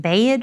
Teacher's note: the Southern drawl, lengthened pronunciations like bayed for bed